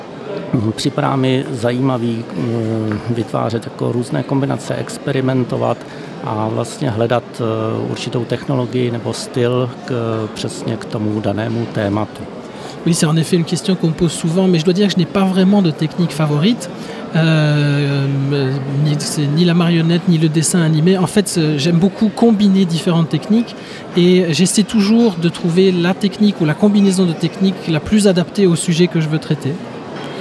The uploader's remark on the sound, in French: nous plantons nos micros dans le hall du Centre des Congrès pour suivre au plus près le festival Premiers Plans